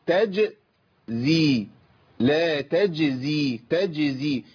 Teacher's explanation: الانتقال من وسط اللسان الى وسط اللسان مع سقف الحنك الى طرف اللسان مع صفح الثنايا · Term: الجيم ساكنه